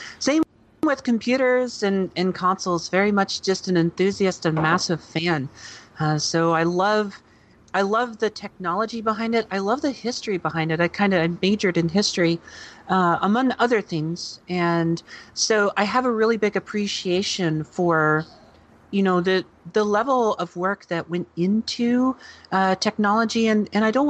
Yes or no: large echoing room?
no